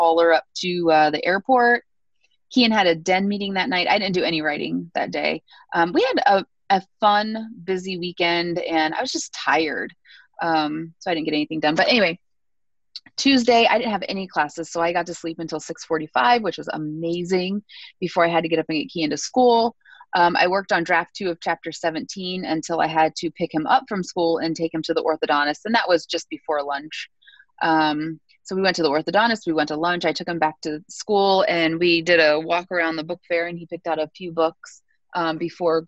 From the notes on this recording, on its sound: We have finally switched from the terrible zencastr to Zoom and everything went smooth.